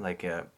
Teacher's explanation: French A is a bright vowel, like a, almost as bright as the Italian A